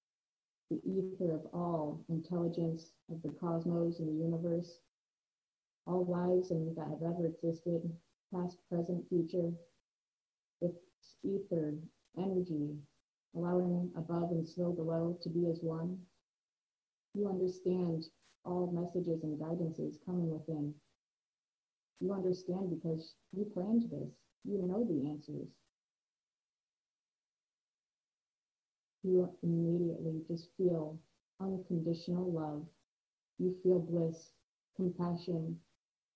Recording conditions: poor sound quality